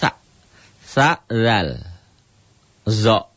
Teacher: Sa, lidah ke ujung gigi ke langit-langit di atas. Sa, tarik lidahnya ke dalam jadi zal. Tarik lagi ke dalam jadi zo.